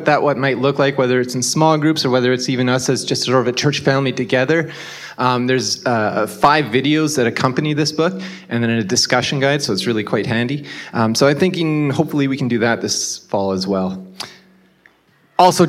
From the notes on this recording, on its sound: This was originally delivered at Grassroots Church on June 18, 2023.